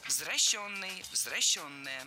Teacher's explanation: Заменяем «е» на «ё» во втором слоге и переносим ударение на нее.